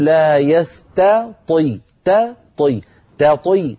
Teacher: نرقق التاء في كلمة يستطيع ونفخم الطاء لا بد من ترقيق التاء وتفخيم الطاء إن قلنا يستطي أضعفنا